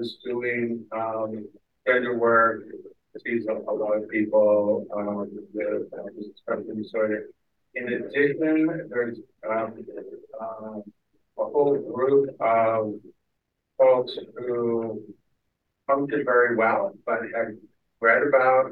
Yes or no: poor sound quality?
yes